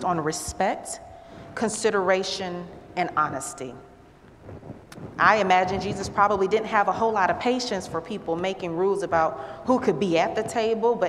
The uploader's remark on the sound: at Northwest Presbyterian Church in Atlanta